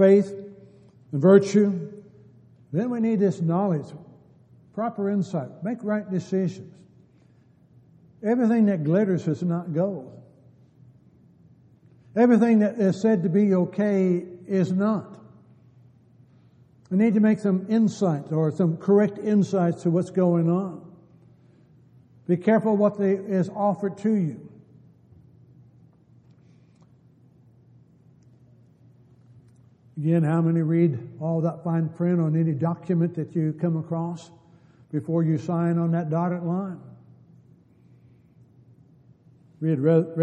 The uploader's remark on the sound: Downtown Church Of Christ Audio Sermon